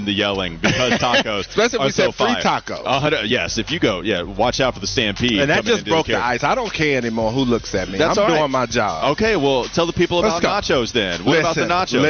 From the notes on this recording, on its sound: live on location at the Carolina Ale House